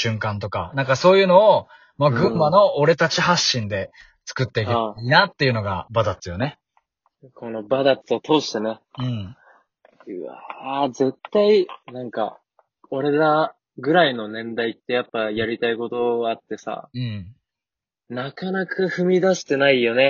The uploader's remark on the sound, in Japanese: リモートで編集無しの一発録りでお送りします